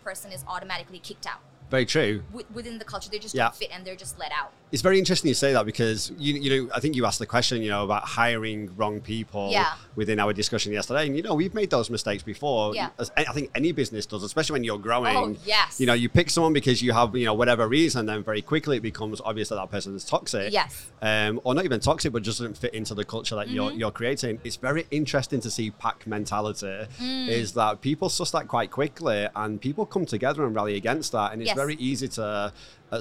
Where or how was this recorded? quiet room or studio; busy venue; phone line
busy venue